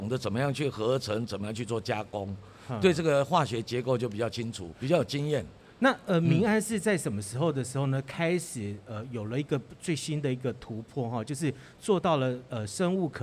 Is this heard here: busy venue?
yes